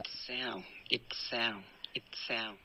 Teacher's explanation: it sound 这个停顿呢非常的干脆，然后你连发的时候也听到一点爆破